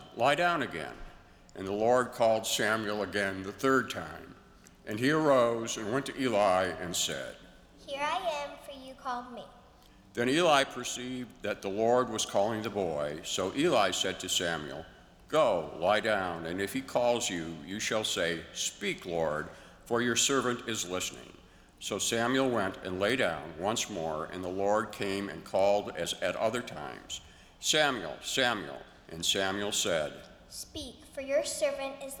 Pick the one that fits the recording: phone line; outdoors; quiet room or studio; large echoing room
large echoing room